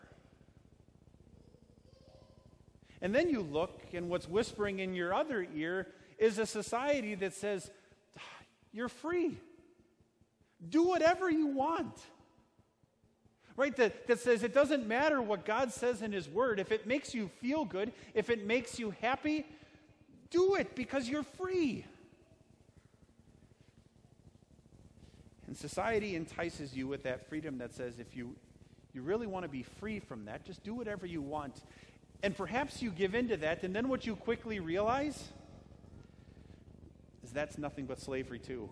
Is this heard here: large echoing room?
yes